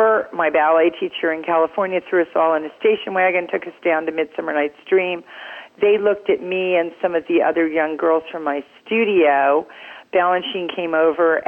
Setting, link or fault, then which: link, phone line